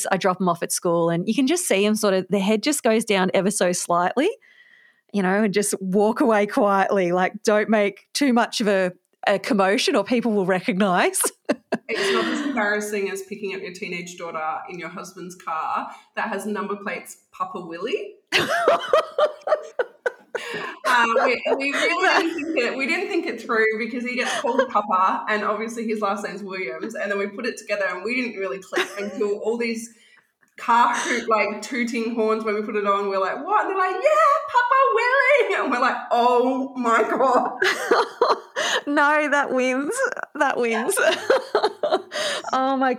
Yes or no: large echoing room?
no